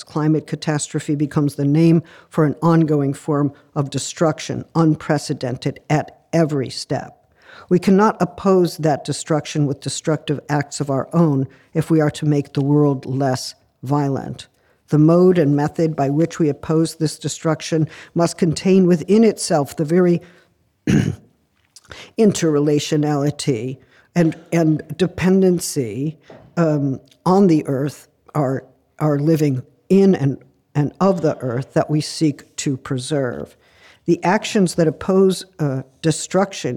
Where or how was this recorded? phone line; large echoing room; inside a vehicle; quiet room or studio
large echoing room